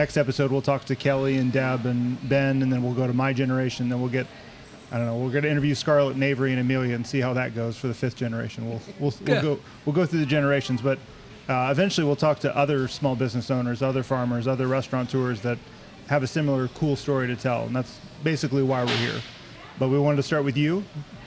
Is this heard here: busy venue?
yes